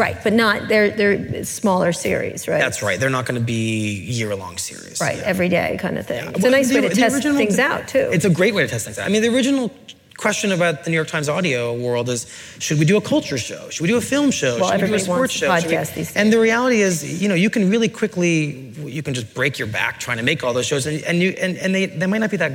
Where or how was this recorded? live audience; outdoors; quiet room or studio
live audience